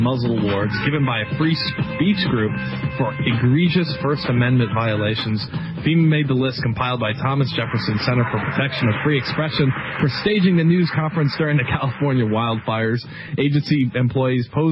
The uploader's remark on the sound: take your phone calls